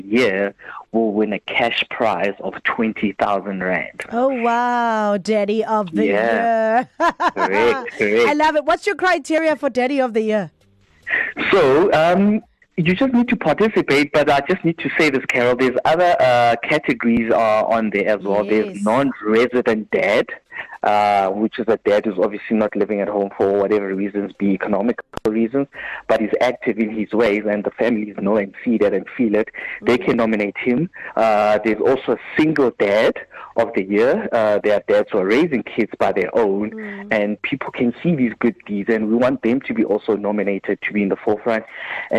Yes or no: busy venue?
no